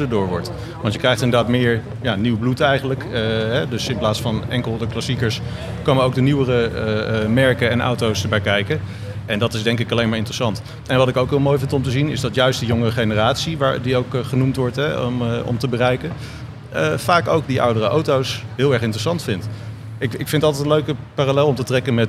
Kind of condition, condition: setting, busy venue